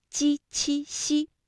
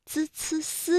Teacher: 我们在读鸡栖息的时候呢，感觉到是舌的中间在使劲，也就是我们通常所说的舌面，而滋呲丝呢会感觉到是舌尖在用劲 · Term: 部位不同